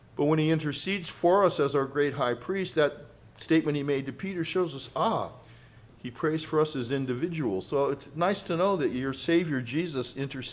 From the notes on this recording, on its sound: Grace Presbyterian Church Live stream in Redding California